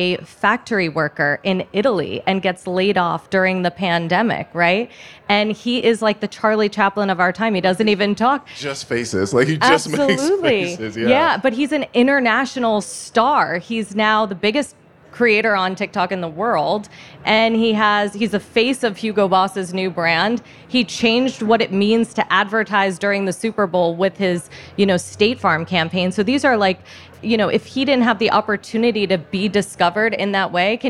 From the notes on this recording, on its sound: We’re featuring a roundtable conversation with some experts, recorded a few weeks ago at SXSW.